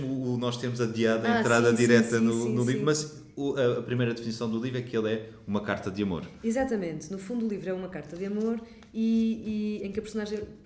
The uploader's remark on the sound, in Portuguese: numa conversa gravada nas Correntes d’Escritas